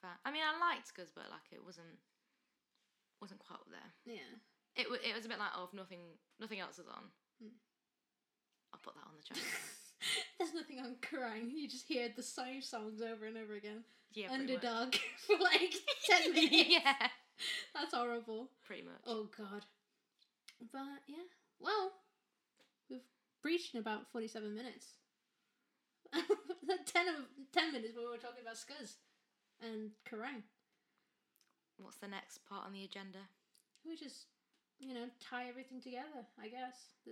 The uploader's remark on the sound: Microphone trouble.